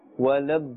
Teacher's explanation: The lam has a tashdeed. So we are pronouncing both dhad twice and lam twice as well.